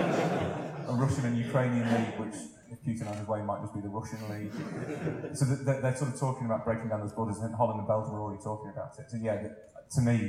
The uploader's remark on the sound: The Blizzard Live At The National Football Museum (1st Half). Live Q&A event held at the National Football Museum as part of the Manchester Football Writing Festival. Apologies for the poor sound quality - we were unable to take a direct feed from the microphones and so had to bodge a compromise.